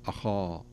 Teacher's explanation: أي نعم، يعني في هذه الكلمة أخاه، لو ننظر إلى الهمزة مرققة ثم تأتي الخاء بعدها مفخمة، هذا من حروف الاستعلاء، وخاصة أنه مفتوح وهو من أعلى درجات التفخيم، ثم يأتي بعده الألف، الألف التي بعده أخا تتأثر بما قبلها فتفخم الألف أخا، ولا نقول أخا، نقول أخا تتأثر ما قبلها، دائما الألف تأثر ما قبلها عكس التنوين، التنوين تأثر ما بعده، فنقول أخاه، ثم تأتي الهاء التي بعدها ترقق أخاه، شوف لاحظ أخاه، ما قلنا أخاه، أي ما تقول أخاه، لا أخاه، تنزل تحت.